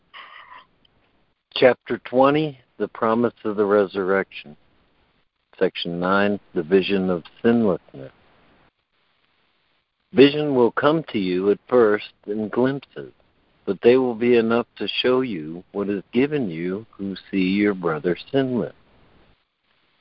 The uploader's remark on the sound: ACIM Daily Conference Call.